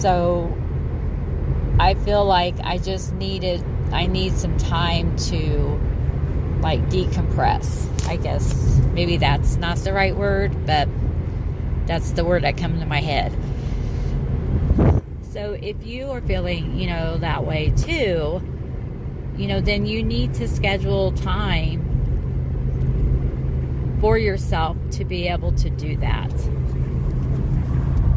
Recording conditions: inside a vehicle